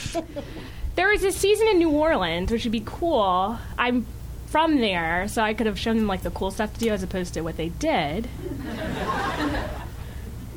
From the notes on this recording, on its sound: This excerpt is from our August show at Politics and Prose in Washington DC. Some audience members.